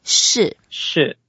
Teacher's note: 市 is the fourth tone, so we go down.